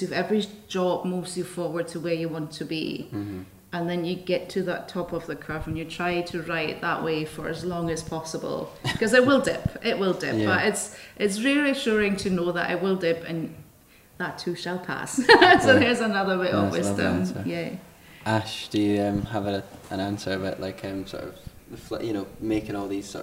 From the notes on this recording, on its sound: Special live episode. This episode was recorded on Sunday the 8th of October at the HB Film Festival.